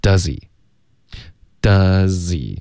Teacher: sound 了、我个人感觉它可能就是一个进化成这样的、可是不见得然后重点就是在英文很多的字常用的 H 开头的字比如 he, his, him, have,had, her,尤其是这六个字他们经常就会 H 的音听不见了然后就直接连读到前面的音所以比如、oh. does 跟 he 常见的词组搭配然后这个 he 这个字又不是关键词 H 的音听不见直接连到前面的 z 音了 does he does he 这个 z 直接连到 he 的 eH 的音就消失了 doeshe、mm-hmm. does he